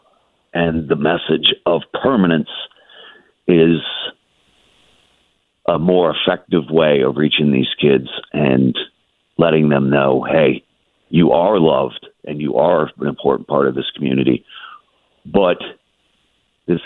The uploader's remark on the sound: calls in to the show this Friday morning